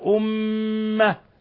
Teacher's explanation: الميم المشددة أمة حرف غنة مشدد يغن مقدار حركتين